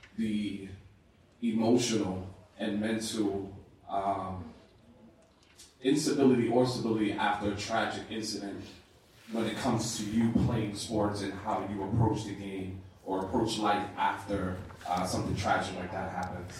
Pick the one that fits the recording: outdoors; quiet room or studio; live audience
live audience